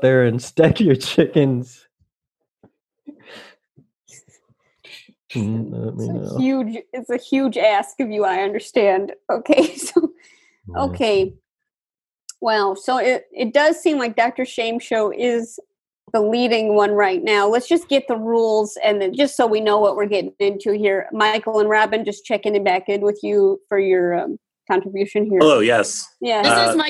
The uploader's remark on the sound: Play listener-created games with callers via Zoom!